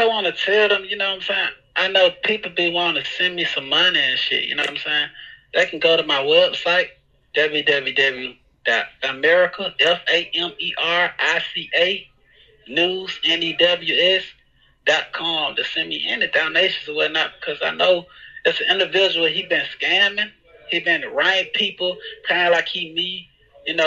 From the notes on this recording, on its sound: Phone Interview.